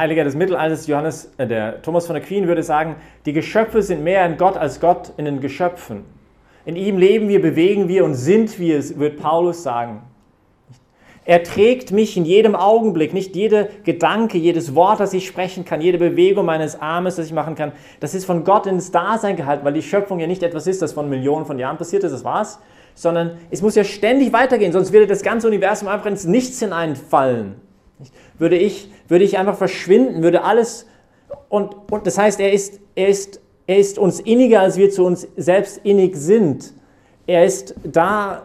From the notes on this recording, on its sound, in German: Hat diese Predigt während der Young Professionals Messe am 13-12-2020 im Zentrum Johannes Paul II.